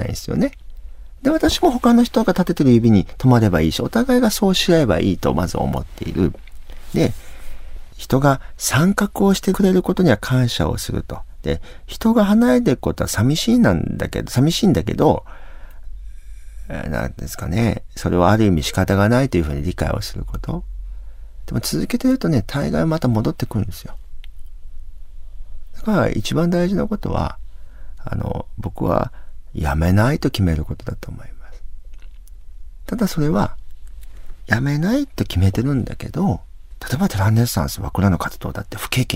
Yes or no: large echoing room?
no